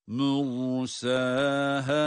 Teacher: Ra kalın, sin ince tabii ki.